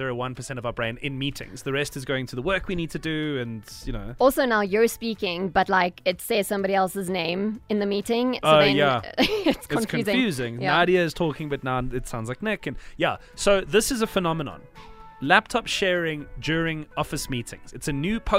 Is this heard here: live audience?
no